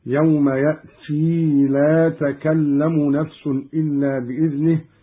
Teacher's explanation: قوله تعالى: يوم يأتي لا تكلم نفس إلا بإذنه. قرأ قالون بإثبات الياء بعد التاء في قوله تعالى: يوم يأتي، هكذا يوم يأتي لا تكلم نفس إلا بإذنه حالة الوصل فقط، وإثبات الياء على الأصل.